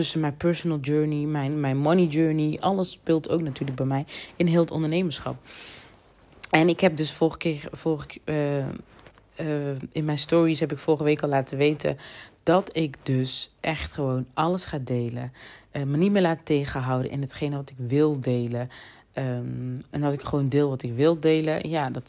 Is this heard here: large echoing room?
no